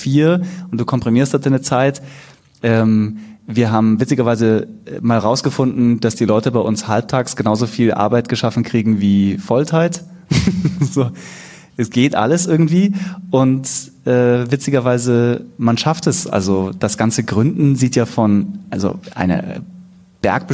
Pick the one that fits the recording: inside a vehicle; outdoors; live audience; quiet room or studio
live audience